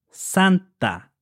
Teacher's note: The T in Spanish is pronounced between your teeth